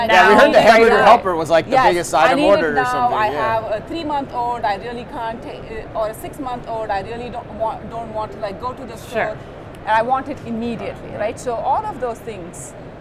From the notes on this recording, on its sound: Live From NRF 2024.